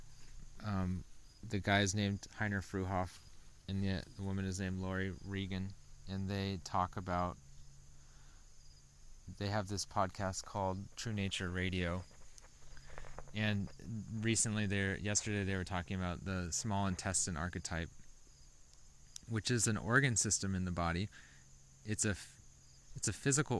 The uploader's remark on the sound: I decided to just go talk outside for a while. This is the least edited thing I’ve ever put on the internet.